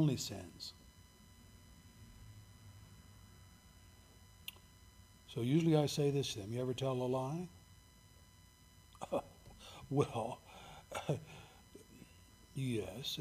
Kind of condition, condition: setting, large echoing room